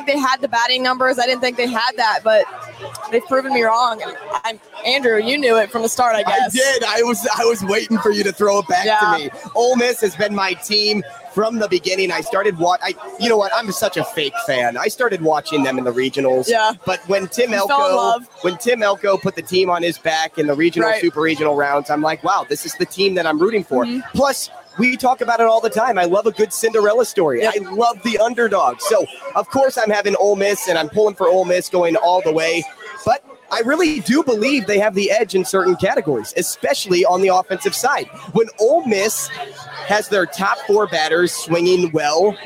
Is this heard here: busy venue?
yes